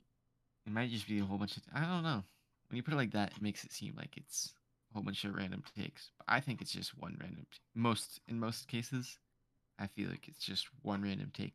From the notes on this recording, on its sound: Our mics aren't mixed properly, thats on me.